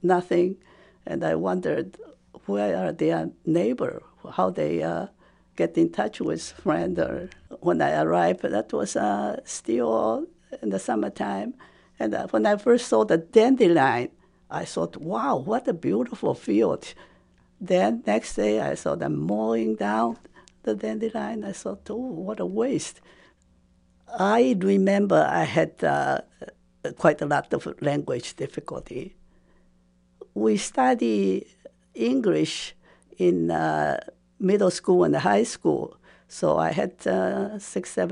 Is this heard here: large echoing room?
no